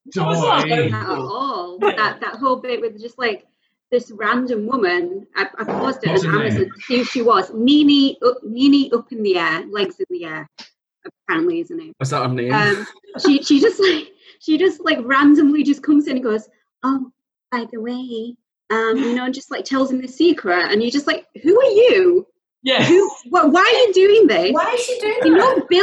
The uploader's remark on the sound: The Zoom season begins